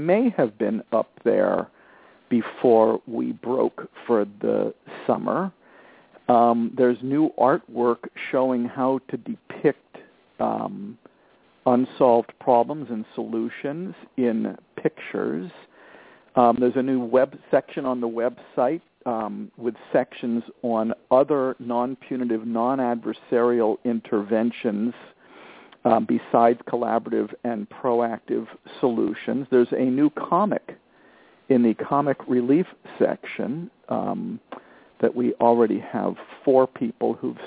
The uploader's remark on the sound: Responding to emails from several parents and a parent who called.